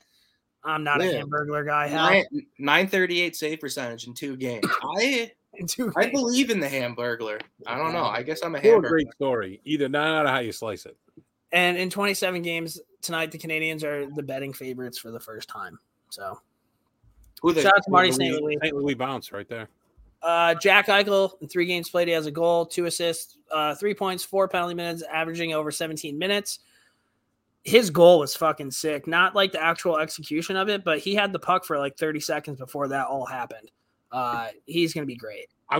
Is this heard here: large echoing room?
no